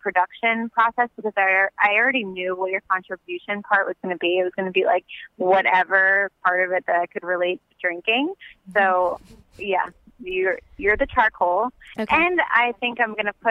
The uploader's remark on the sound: records her phone conversation with her best friend